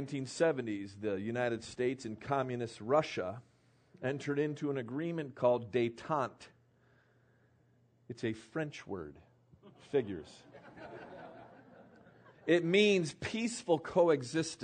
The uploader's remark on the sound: PREACHED IN MCMINNVILLE RALLY SEPT.